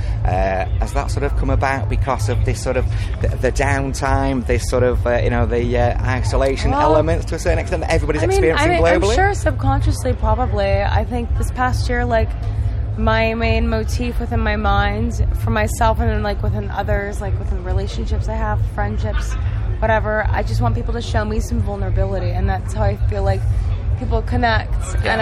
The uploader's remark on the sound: Leeds Festival 2021